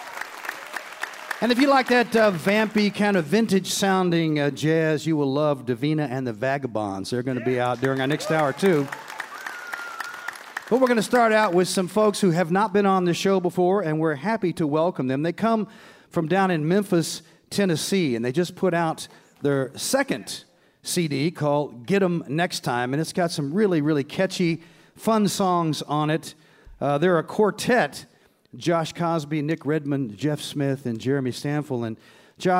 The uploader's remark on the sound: On Mountain Stage. Recorded live in Charleston, West Virginia.